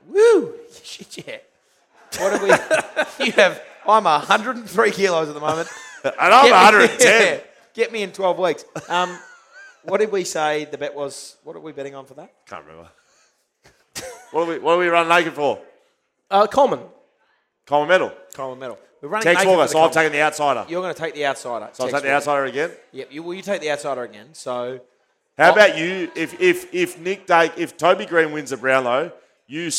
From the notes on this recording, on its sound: Live at the Paddo. The first ever live BackChat Podcast - doing all the same same, but in front of thousands and thousands.